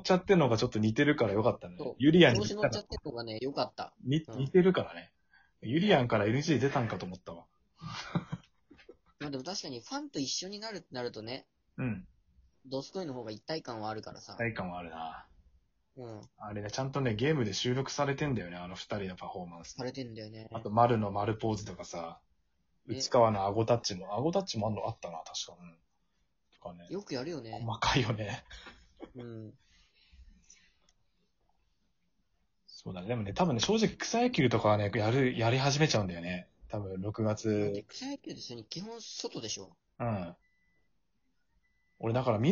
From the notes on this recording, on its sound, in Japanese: リモート収録